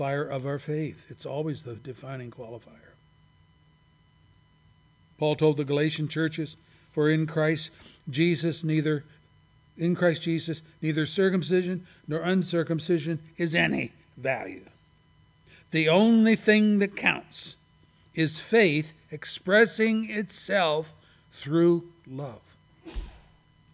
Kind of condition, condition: setting, large echoing room